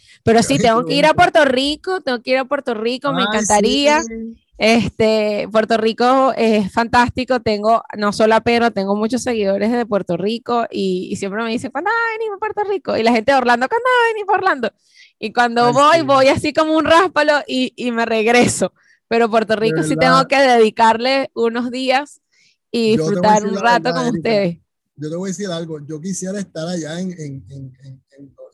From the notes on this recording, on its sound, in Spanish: ZOOM PARTY CUMPLEAÑOS 2021. Q&A live.